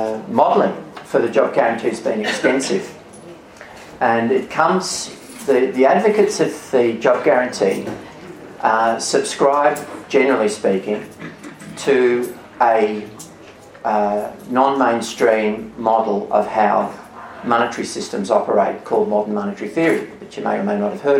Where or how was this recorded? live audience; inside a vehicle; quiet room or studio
live audience